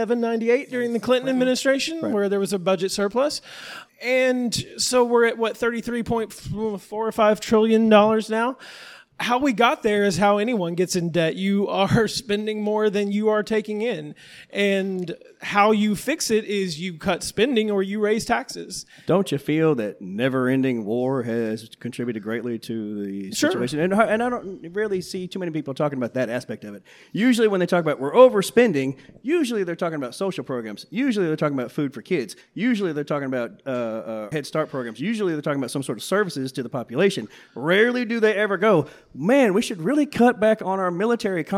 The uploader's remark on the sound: Live from Kollective Coffee in Downtown Hot Springs, Arkansas. We had a packed house, tremendously cool vibes.